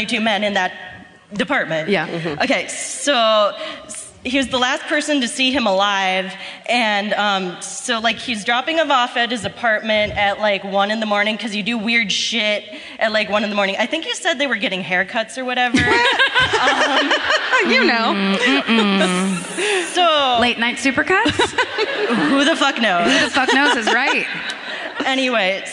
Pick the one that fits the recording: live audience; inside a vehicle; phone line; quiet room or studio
live audience